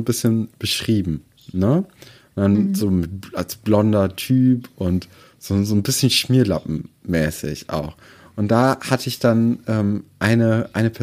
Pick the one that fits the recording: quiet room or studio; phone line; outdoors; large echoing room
quiet room or studio